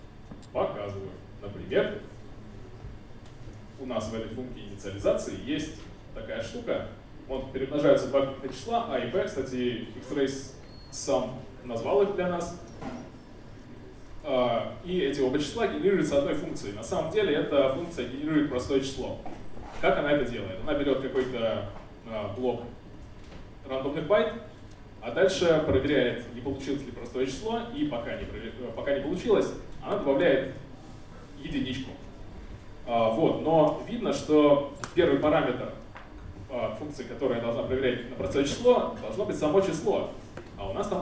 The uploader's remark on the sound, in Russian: ZeroNights 2014 и «Открытая безопасность» представляют аудиозапись докладов с конференции. День 2, Workshop 1, FastTrack.